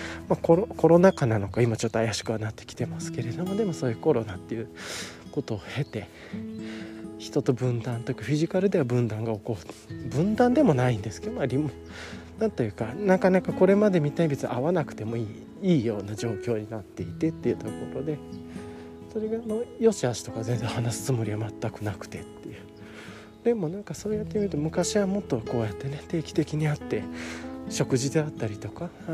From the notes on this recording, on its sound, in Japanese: ボイスメモ 録音#1000。約15の断片。